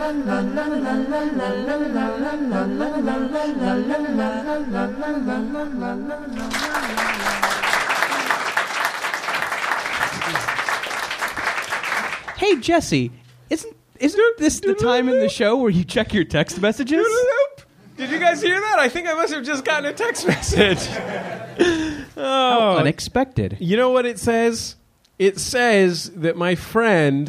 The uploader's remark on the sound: Recorded live at the Leicester Square Theatre in London.